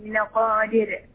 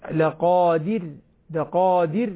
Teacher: راء مرققة ساكنة لا تقلقل · Shown in: second take · يوم تبلى السرائر، هكذا ترقيق الراء أخذها من رأس اللسان دون قلقلة.